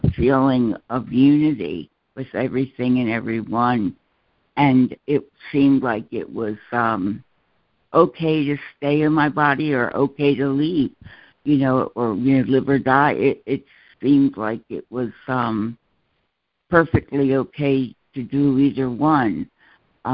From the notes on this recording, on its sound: ACIM Daily Conference Call.